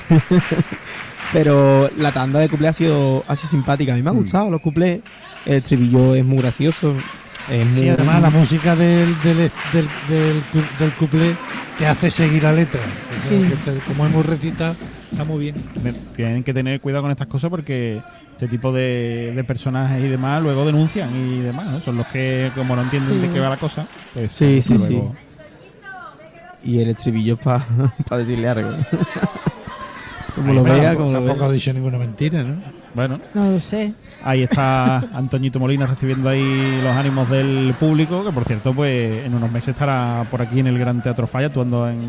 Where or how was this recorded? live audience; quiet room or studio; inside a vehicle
live audience